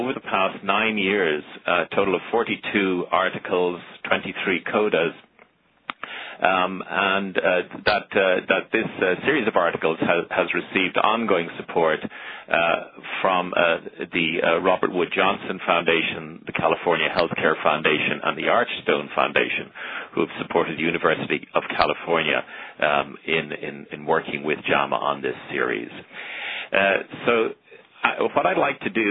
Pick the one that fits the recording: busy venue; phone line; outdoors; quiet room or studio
phone line